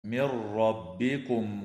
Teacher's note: وتدغم النون الساكنة في الراء من غير غنة